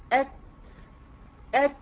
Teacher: يبقى انت بتجيب الشده الاول، وبعدين بتخلصي منها بتلاقيها بالهمس. · Term: شدة وهمس